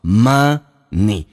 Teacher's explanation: Money 这个单词，很多人把前鼻音发成后鼻音，发成 money。 Money 是错的，叫 money。而且 n 前后有元音，n 是发两遍。什么叫发两遍？你看 ma 这个 n 已经发了，你 n 又发了一遍，所以你要记住一个规则，叫 money 前鼻音。